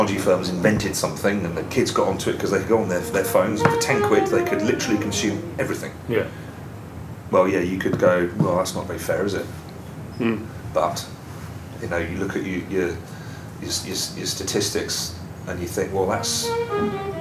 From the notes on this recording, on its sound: Station H - Live at Brighton Music Conference 2019. After finding a corner in a somewhat noisy ante-room off the main conference drag (with staff coming and going throughout).